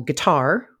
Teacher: guitar, which is a fairly similar word, but where the second syllable is stressed